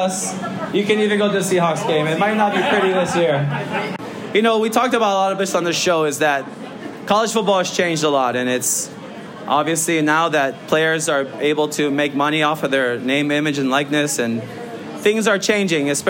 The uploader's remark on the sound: Rainbow Wrap-Up - UH/Vanderbilt Game Week Live Show. Are flanked by fellow Rainbow Warrior die-hards at Agave & Vine at Ala Moana for our second-ever live show.